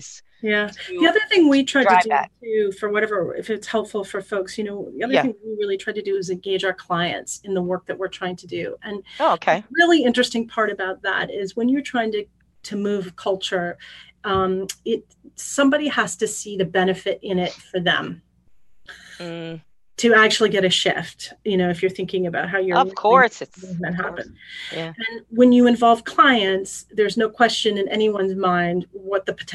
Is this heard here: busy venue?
no